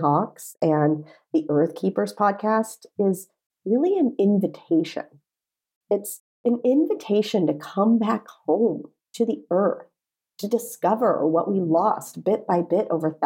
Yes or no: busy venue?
no